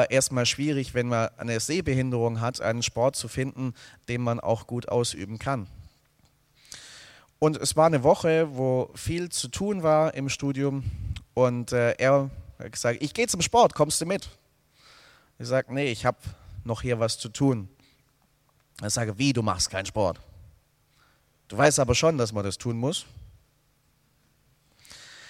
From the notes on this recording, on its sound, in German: aus dem Gottesdienst der Liebenzeller Mission